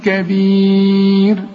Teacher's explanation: الراء اللي قبلها ياء عند الوقف رقق